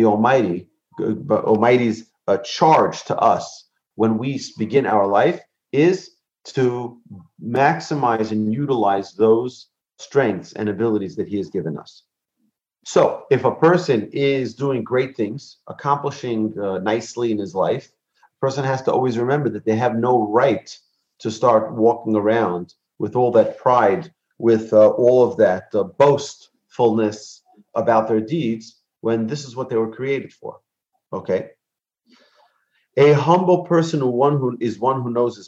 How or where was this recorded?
video call